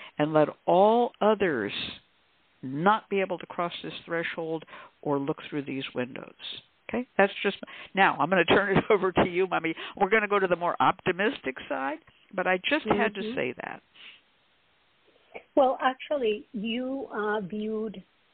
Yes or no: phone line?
yes